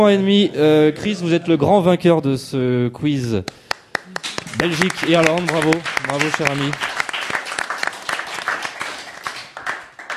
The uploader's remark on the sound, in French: Le festival de Bande Dessinée BADAM ! Réunir autour de la table, dressée à l’Autoportrait (voisin de la Réserve à Bulle – centre névralgique du festival).